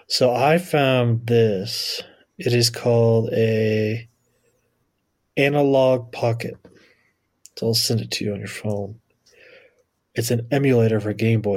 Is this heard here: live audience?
no